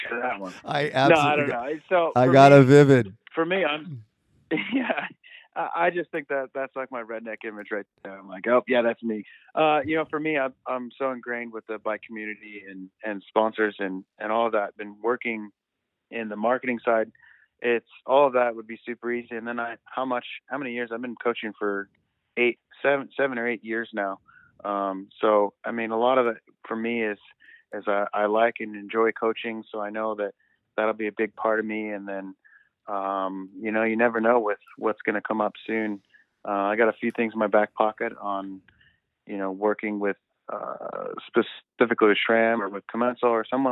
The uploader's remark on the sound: was kind enough to spend some time on the phone with me the other day